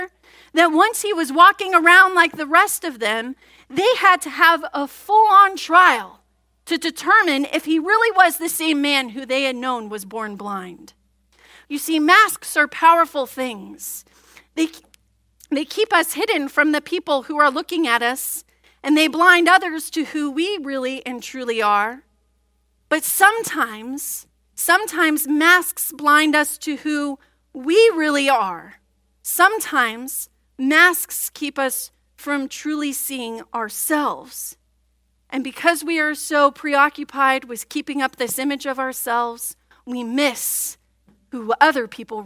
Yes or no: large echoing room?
yes